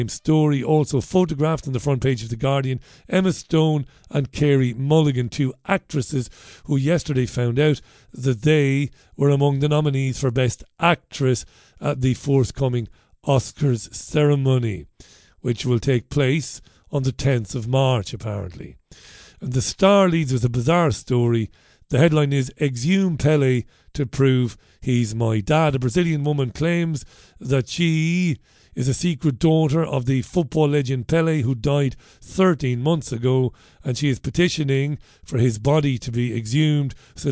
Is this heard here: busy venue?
no